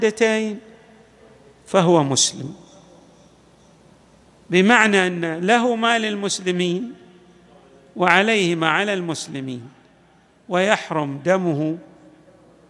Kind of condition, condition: setting, large echoing room